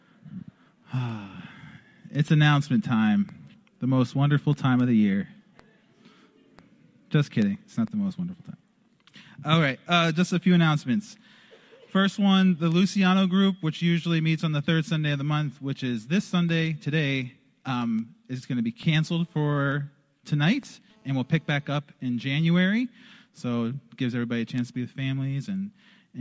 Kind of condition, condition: setting, large echoing room